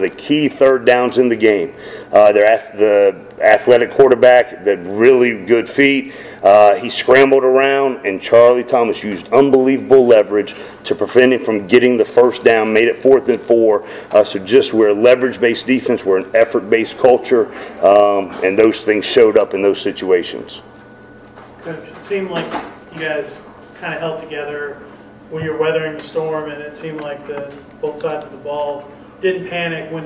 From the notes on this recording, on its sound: Postgame press conference (USF).